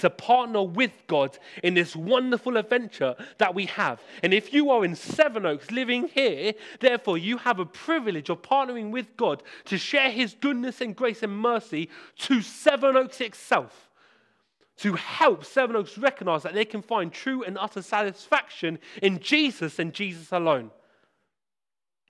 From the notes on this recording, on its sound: This sermon was preached at Hope Church Sevenoaks, UK